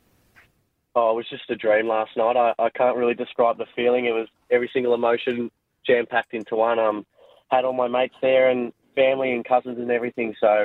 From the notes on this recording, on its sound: he called into the show